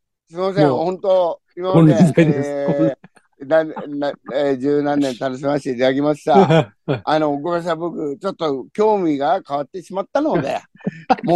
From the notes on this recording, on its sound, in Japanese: ZOOMで収録